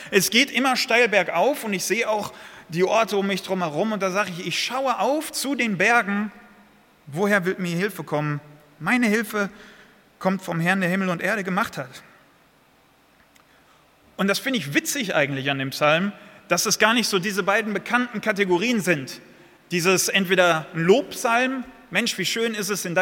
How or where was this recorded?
large echoing room